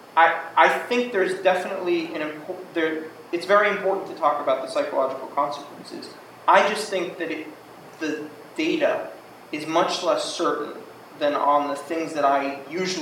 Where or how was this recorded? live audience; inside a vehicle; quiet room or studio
live audience